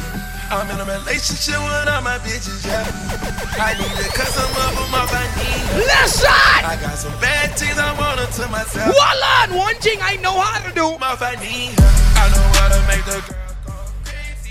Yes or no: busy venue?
yes